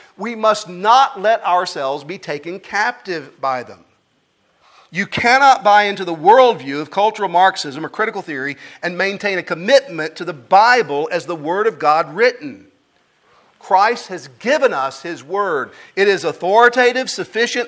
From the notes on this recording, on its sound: At the Founders “The Gospel and Justice“ National conference in Louisville, Kentucky.